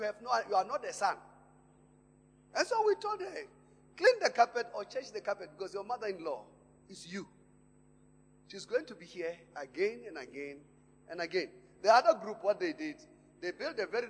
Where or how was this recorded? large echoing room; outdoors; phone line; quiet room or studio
large echoing room